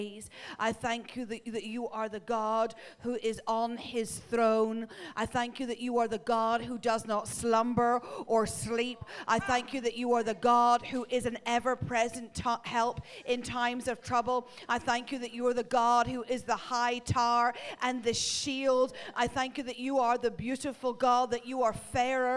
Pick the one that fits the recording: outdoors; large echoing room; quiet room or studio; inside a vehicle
large echoing room